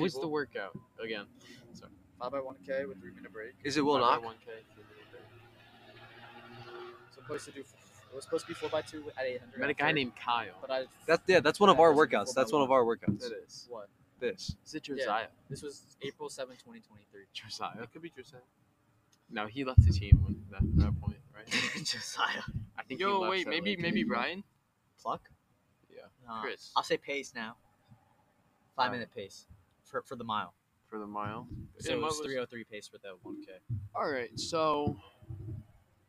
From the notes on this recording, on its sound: Still some production issues with the microphone